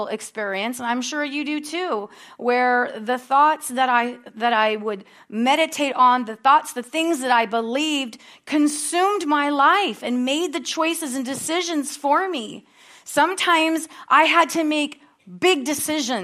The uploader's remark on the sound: at Harvest Bible Church in Stockton, California.